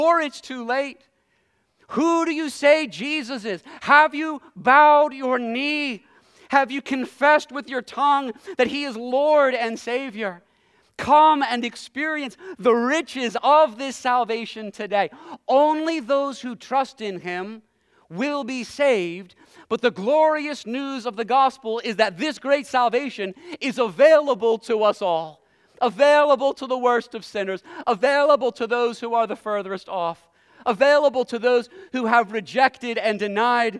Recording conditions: large echoing room